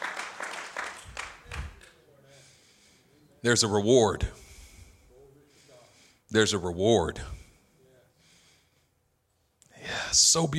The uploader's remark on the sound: A message delivered in our El Cerrito campus